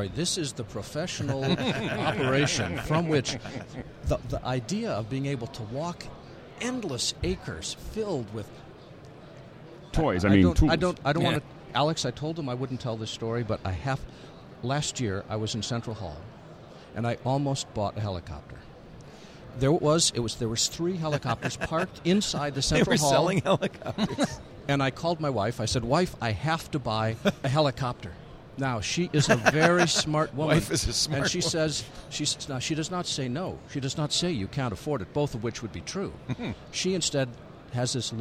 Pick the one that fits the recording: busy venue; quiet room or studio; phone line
busy venue